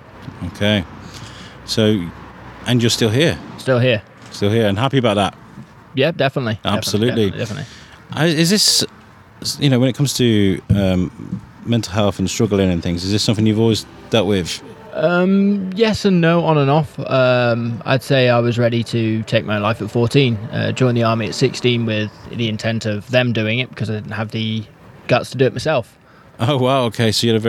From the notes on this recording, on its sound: set up a mobile studio outside Shrewsbury Abbey for a few hours